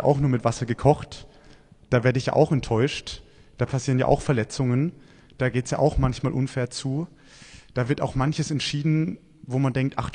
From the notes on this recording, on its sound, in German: Predigt beim Buß- und Bettag in Kraichtal 2023.